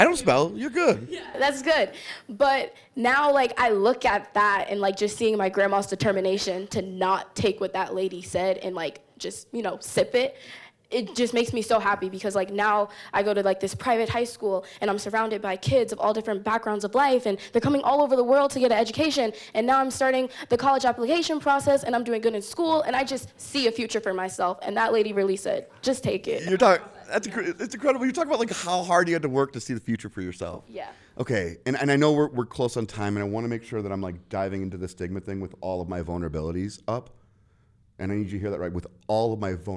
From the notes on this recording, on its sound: In a panel recorded live in front of an audience at the 2023 Eye to Eye National Friends and Allies conference.